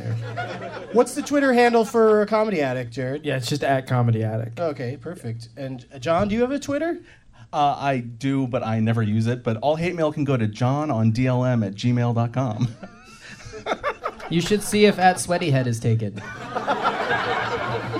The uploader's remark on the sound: Live from the Comedy Attic in Bloomington,